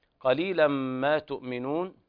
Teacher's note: قليلا ما تؤمنون، قرأ ورش بإبدال الهمز الساكن حرف مد من جنس حركة ما قبلها، وهنا الهمز قبله ضم، فتقلب الهمزة إلى واو مدية تمد مقدار حركتين. قال الشاطبي رحمه الله تعالى: إذا سكنت فاء من الفعل همزة فورش يريها حرف مد مبدلا.